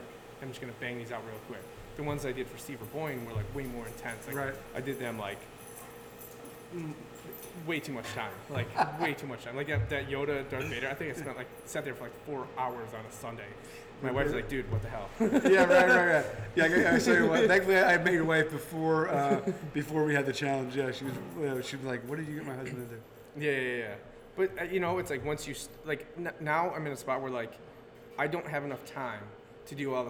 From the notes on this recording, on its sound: Episode 45 was recorded live on location at the Hanging Hills Brewing Company in Hartford, CT.